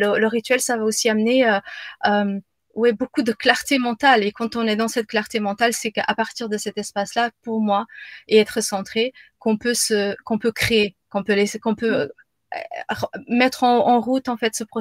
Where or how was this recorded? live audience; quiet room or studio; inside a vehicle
quiet room or studio